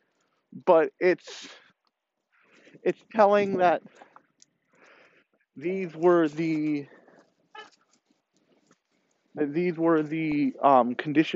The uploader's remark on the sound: Let’s go for a walk and talk